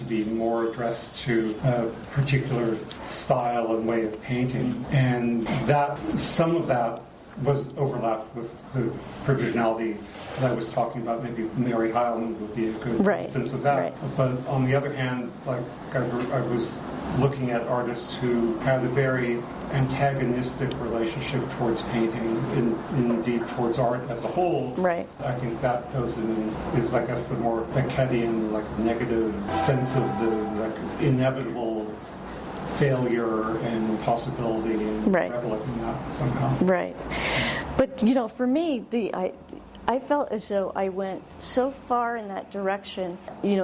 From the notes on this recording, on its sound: Produced by Jennifer Baahng Gallery. Recorded live on Saturday, October 8, 2022, at 2 pm. Solo exhibition at Jennifer Baahng Gallery in New York.